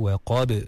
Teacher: ada ba yang qalqalah kat situ, waqab sama juga dilantunkan